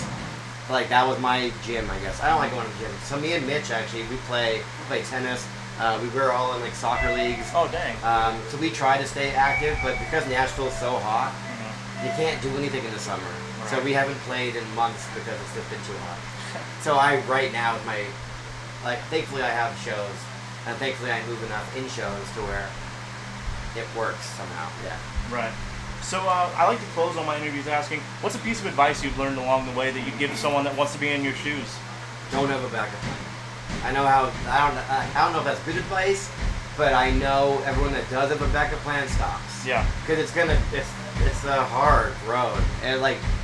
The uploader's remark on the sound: Recorded backstage at the iconic Troubadour in Los Angeles, CA